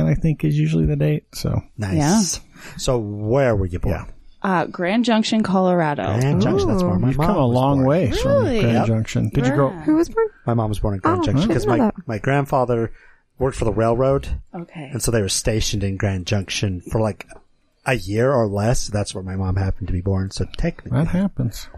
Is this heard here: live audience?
no